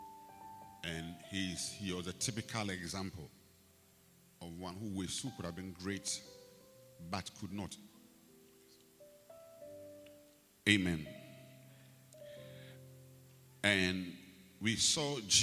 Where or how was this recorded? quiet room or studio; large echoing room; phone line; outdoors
large echoing room